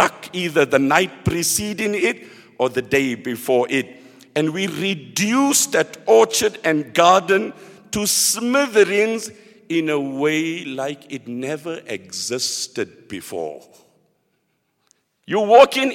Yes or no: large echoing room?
yes